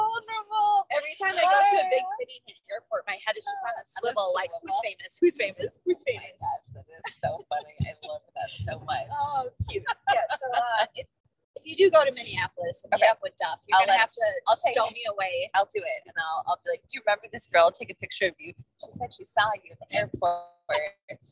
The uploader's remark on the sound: Just as a warning- the audio of this episode isn't....great. In the car.